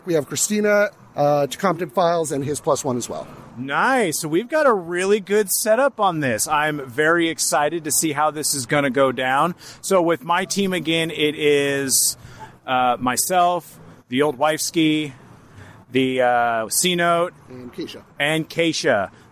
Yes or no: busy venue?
yes